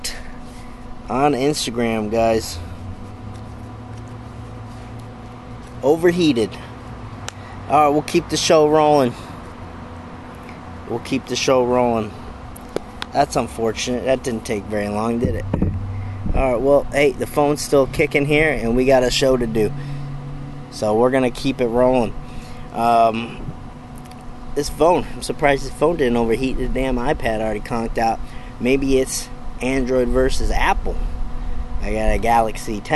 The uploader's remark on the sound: Bench Talk LIVE: Out by the BBQ Pit!